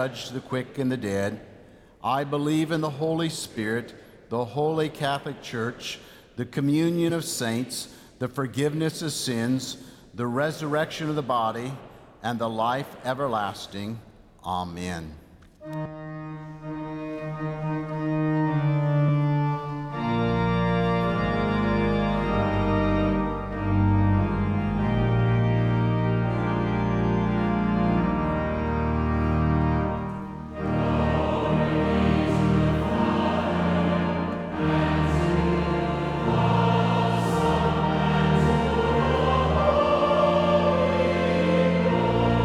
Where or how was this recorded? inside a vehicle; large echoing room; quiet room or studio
large echoing room